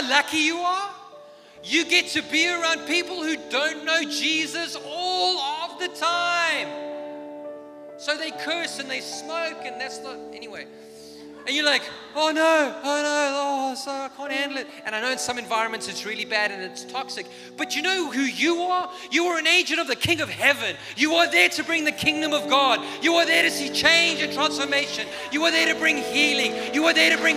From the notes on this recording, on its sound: This is a message I preached in Revive Church.